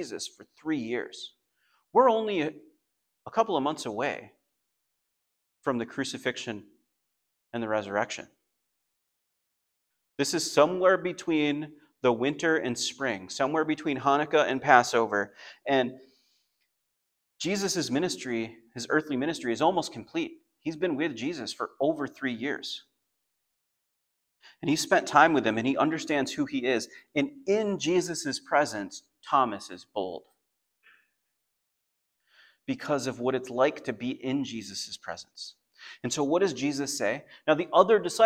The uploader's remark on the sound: Message recording from Come to Life Bible Church.